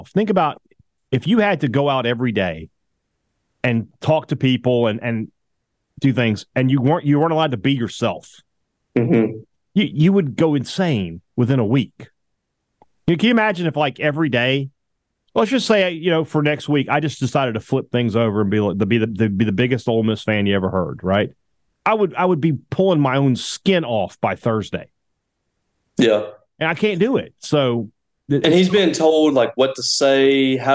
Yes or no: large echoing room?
no